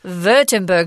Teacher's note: I guess the W in German has a V sound.